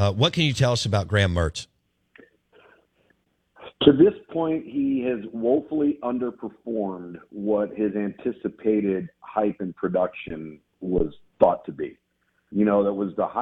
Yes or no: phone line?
yes